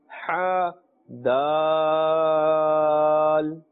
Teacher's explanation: the makhraj of ha comes from the center of the throat